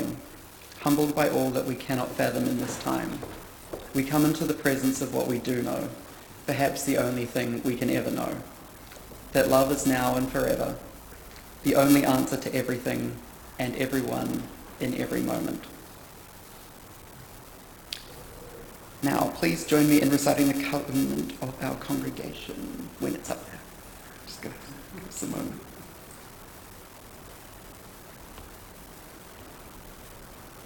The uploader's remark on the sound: Recorded at Auckland Unitarian Church.